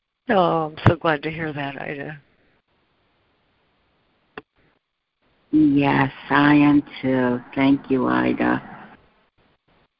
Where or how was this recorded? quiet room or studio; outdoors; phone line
phone line